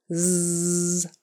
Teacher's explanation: Z is just a voiced S. So it's made in the same place as S, with your tongue right behind your teeth. S, nice and skinny, only you turn on your voice so it tickles. · Term: Z sound